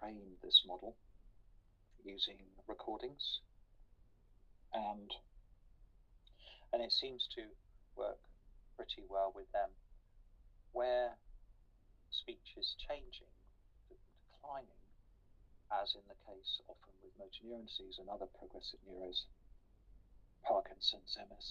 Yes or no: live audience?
no